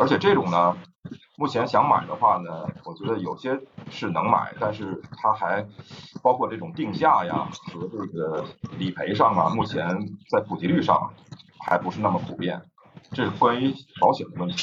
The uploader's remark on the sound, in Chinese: 由于设备原因，本期节目略有些杂音，请各位见谅。